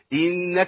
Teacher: نون مشددة بقف عليها زمن طويل شوية وبين الغنة من الانف